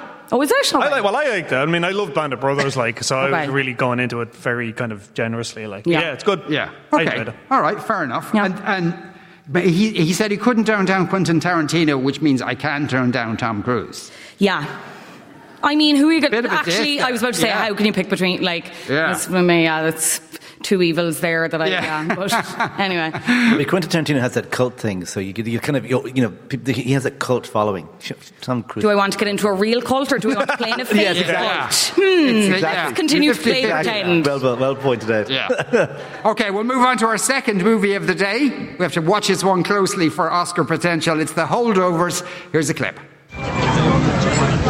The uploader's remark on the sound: LIVE from Triskel Arts Centre in Cork.